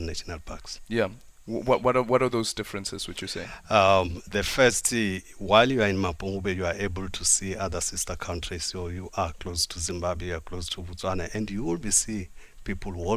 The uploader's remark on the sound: OB: Mapungubwe National Park. We are broadcasting to you live from the Mapungubwe National Park where the mighty Limpopo River and Shashe River meet.